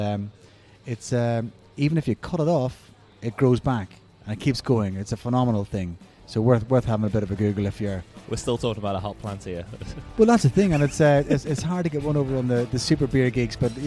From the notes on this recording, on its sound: The episode was recorded at Beau Kitchen & Cellar